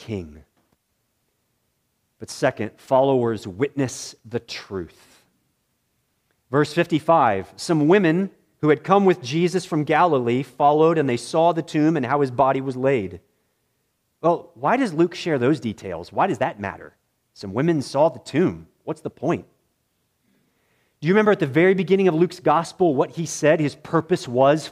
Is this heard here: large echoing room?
yes